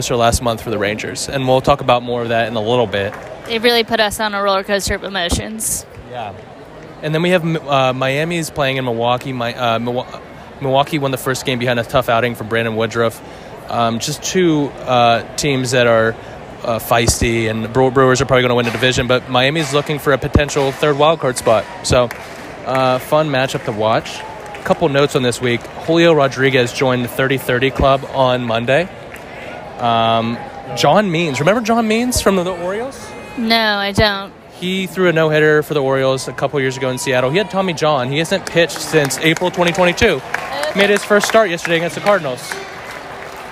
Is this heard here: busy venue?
yes